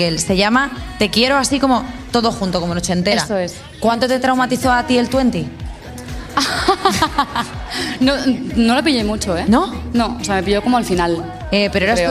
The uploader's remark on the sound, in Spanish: el live show montado en el Teatro Alcázar de Madrid